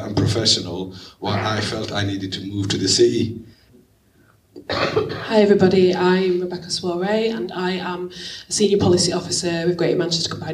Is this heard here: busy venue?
yes